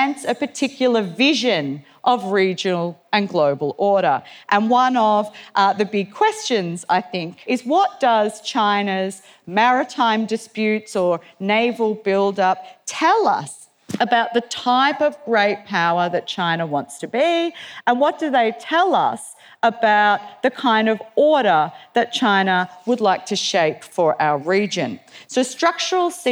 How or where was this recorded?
live audience